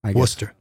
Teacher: so neither R gets pronounced. W O O S T E R.